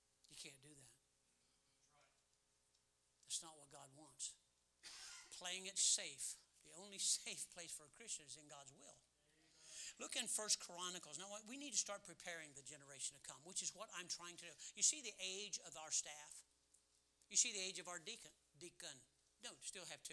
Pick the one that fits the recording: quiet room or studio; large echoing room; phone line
large echoing room